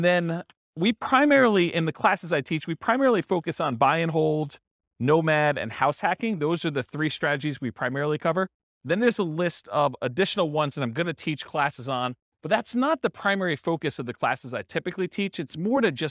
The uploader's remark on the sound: This was a live class recorded.